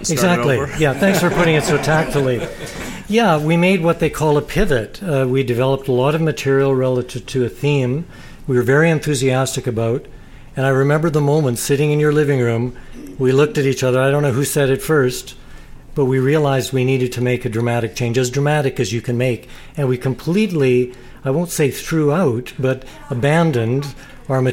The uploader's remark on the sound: Taped in front of a live audience at their recent book review and signing.